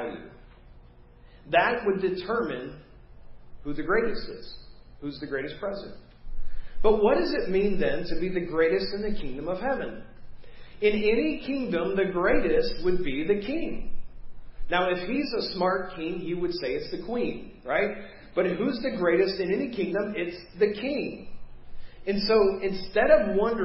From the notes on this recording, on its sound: Preached at First Baptist Church of Hazel Park